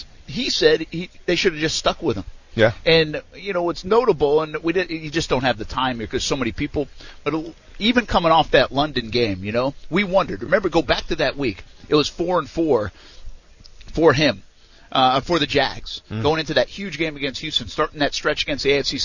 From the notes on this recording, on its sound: Live from the SB! Interviews & Sound From Night 1. Live from the Superbowl!